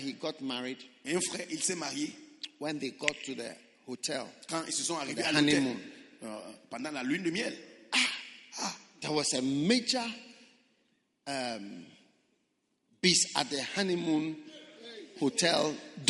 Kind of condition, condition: setting, large echoing room